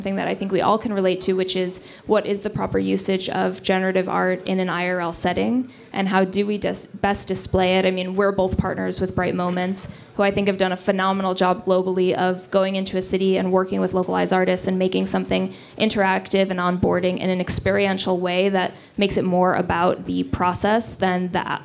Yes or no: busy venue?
yes